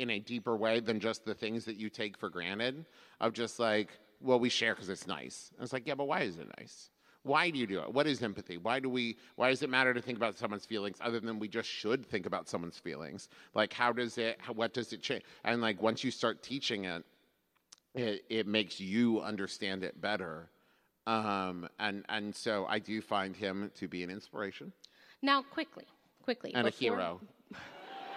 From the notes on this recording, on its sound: recorded LIVE in San Jose!